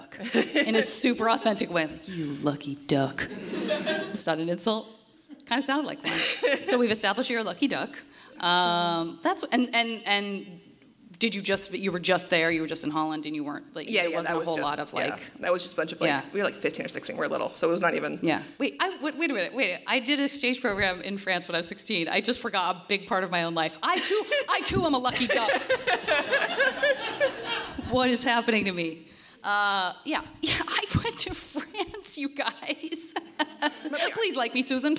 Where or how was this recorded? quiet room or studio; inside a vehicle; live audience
live audience